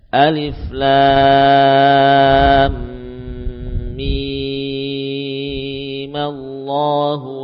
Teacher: Mim tetap dibaca dengan 6 harokat. Hanya saja yang sukun pada mim terakhir kita ganti dengan fathah.